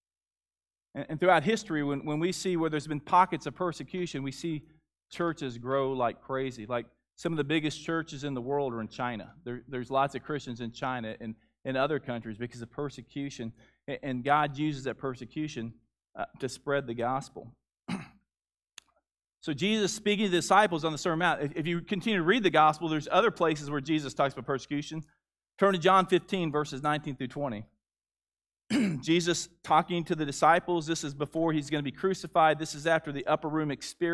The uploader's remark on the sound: Gathering Baptist Church. Noland Road. The audio of the service from March 7, 2021.